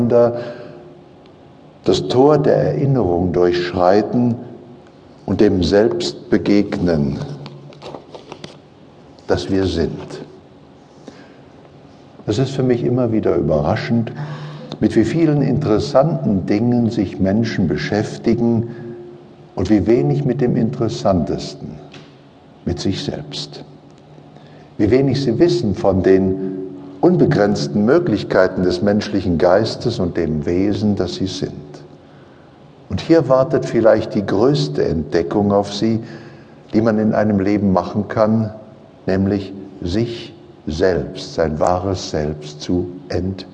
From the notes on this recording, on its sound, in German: Dieser Live-Mitschnitt ist nicht mit einer Studio-Qualität gleichzusetzen und gerade das macht ihn so einzigartig - natürlich, sympathisch, unverfälscht - Hintergrundgeräusche machen das Seminar lebendig und zu etwas Einzigartigem.